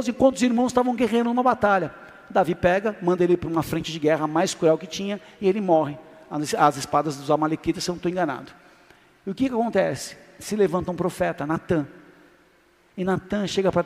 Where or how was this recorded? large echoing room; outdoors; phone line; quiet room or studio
large echoing room